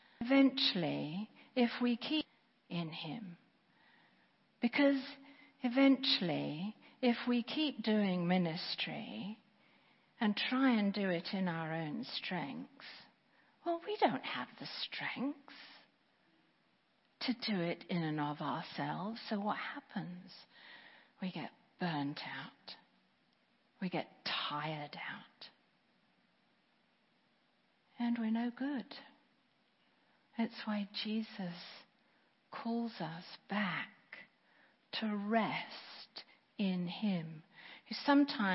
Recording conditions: large echoing room